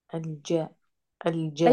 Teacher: الجيم مجهورة، فيش فيها هوا، شديدة مجهورة